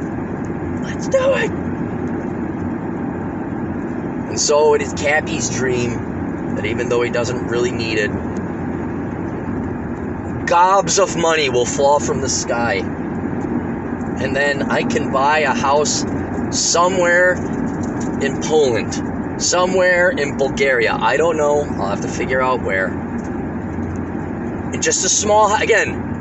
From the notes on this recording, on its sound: Records while driving to rural Minnesota for one last final time before he moves to South Dakota.